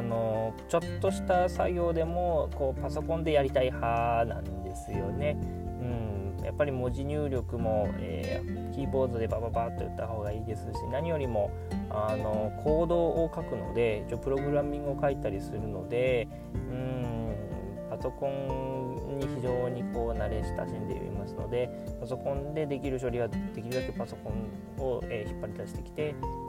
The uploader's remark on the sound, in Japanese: 今回は出張期間が終わってしまったので、車で収録していますので。